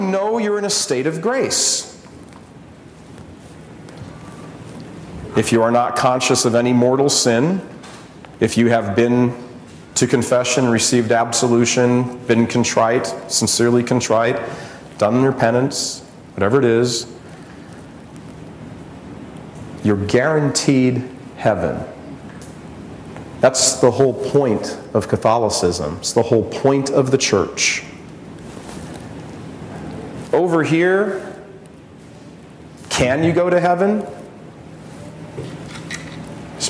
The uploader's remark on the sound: gives a talk at the Spirit & Truth Conference in Dubuque, IA in 2010